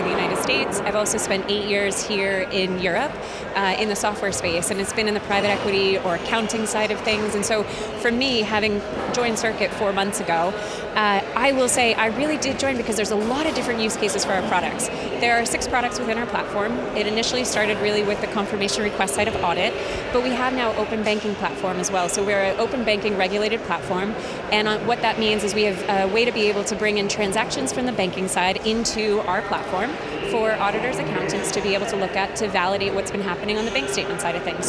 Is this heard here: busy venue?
yes